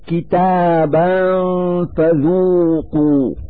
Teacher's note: نلفظ هاتين الفتحتين نونا ساكنة من مخرج الفاء من كلمة فذوقوا مع إظهار الغنة التي هي الدليل على وجود نون ساكنة.